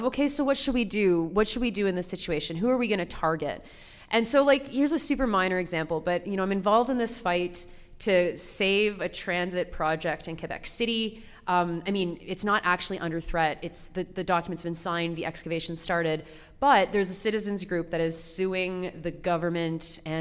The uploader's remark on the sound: Live show recorded in Vancouver at the Maritime Labour Centre on November 29